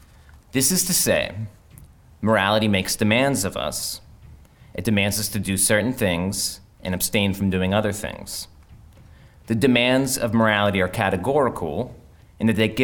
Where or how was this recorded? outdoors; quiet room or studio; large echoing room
large echoing room